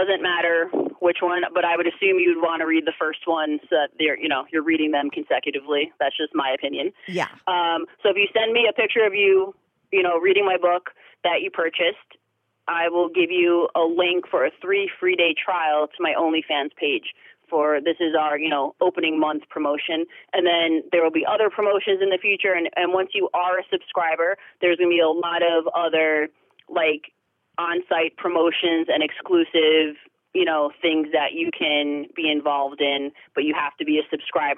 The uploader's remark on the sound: she called in to talk all about it